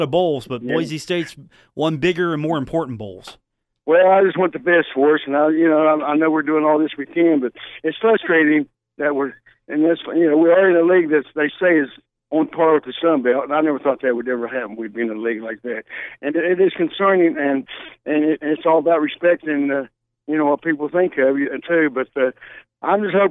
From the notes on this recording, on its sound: a caller on today's program